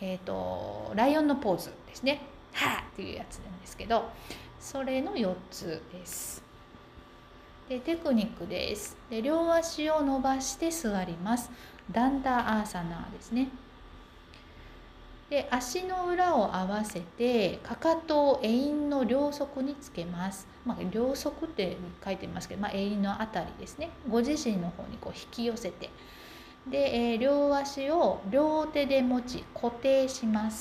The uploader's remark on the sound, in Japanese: Live。ヨガ教室でポーズについて説明している様子を収録しました。